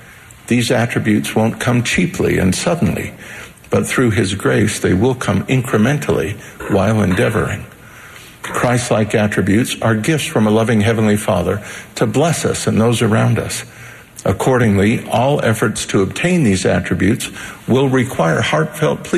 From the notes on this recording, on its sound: The Saturday Morning Session of the 190th Semiannual Church of Jesus Christ of Latter-day Saints General Conference, October 3, 2020.